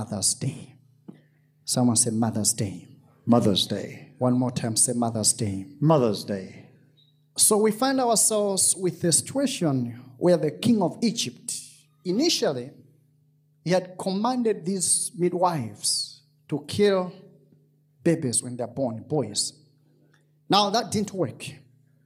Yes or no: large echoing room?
yes